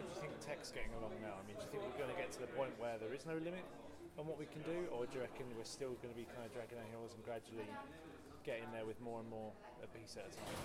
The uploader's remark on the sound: at the audio track day at Develop in Brighton 2014